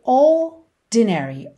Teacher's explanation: o R não vai ter o som do R enrolado, vai ser um alongamento dessa letra O, e depois o D vai ser um D mesmo